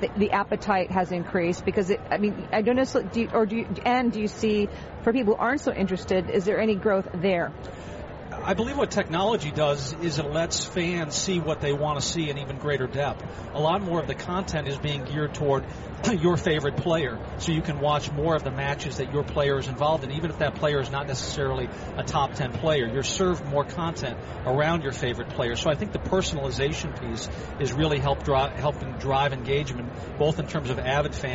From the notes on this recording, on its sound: Live from the 2016 US Tennis Open.